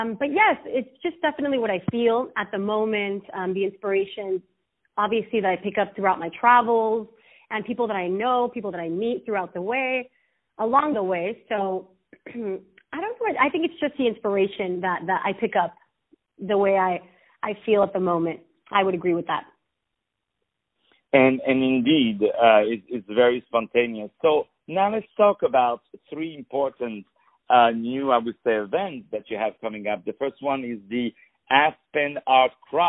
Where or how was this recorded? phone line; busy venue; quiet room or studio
phone line